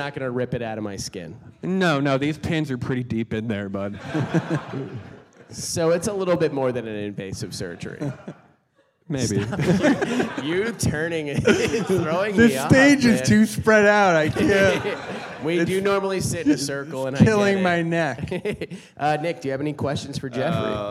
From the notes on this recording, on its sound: This live episode took place in New York City as part of the NYCPodfest. Maybe you should have bought a ticket and used your real ears to hear it live. For real though, I'm sorry, this is how they recorded it.